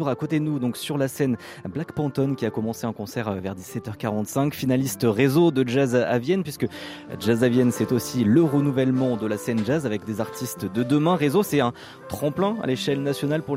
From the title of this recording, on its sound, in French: En direct de Jazz à Vienne 2022